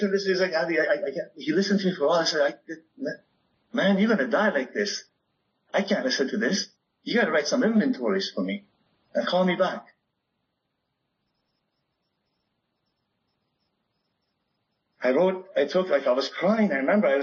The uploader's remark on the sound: This meeting was recorded on September 11th 2022 at the Sheffield Sunday, As Bill Sees it meeting on Zoom.